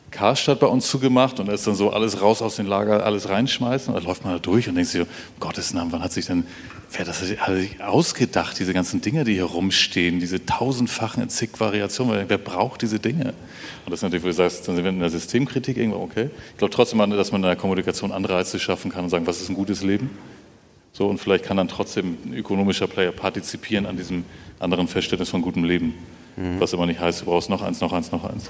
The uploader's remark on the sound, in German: Live vom BAM! Bock auf Morgen Festival 23.